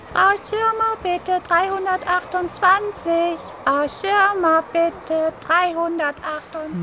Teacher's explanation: eine unangenehme, piepsige Stimme, eine richtig fiese Kaufhausstimme